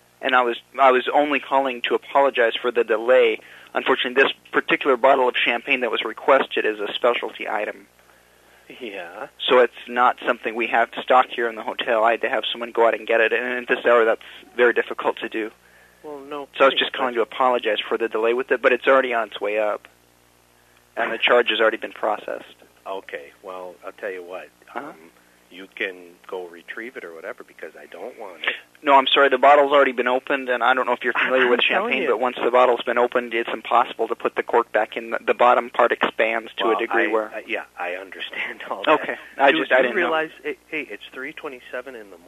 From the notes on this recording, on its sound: Personal Prank Phone Calls Collection. From archive.org.